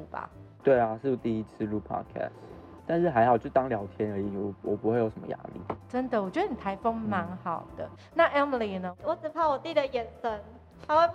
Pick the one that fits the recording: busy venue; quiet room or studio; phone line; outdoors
busy venue